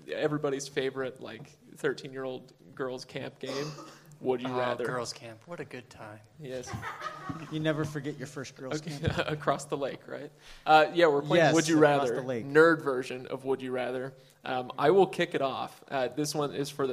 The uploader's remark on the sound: LIVE from Salt Lake Comic Con. Joined by a live audience at Salt Lake Comic Con. Chosen topics were quickly discarded in favor of nerdy games and audience participation.